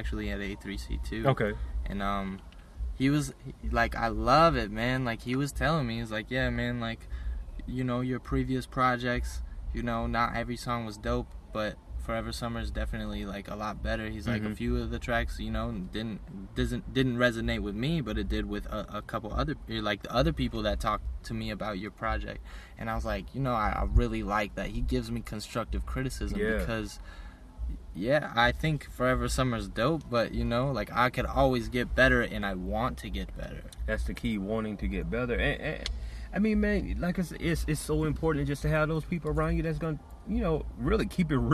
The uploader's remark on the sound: We recorded this one in the comfort our my car